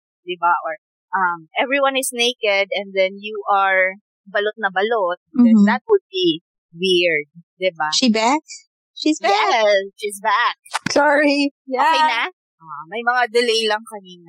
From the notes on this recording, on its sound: The trio experienced some technical difficulty. Apologies in advance for some quality issues about the audio.